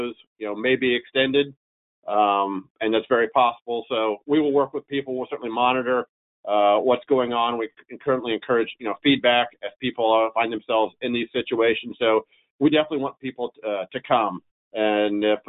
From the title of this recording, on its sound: CoSIDA Virtual Town Hall